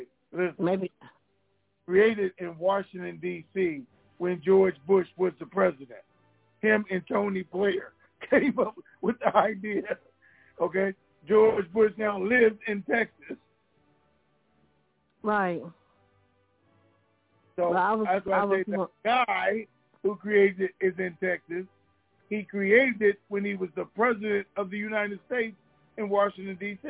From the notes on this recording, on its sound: TNTSuperfantastic Conference Call